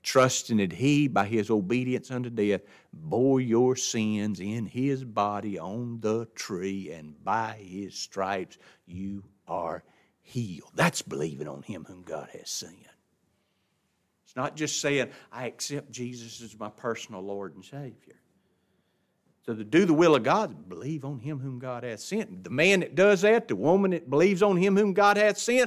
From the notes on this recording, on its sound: This lesson was taught in the adult Bible class of Grace Baptist church in Ruston.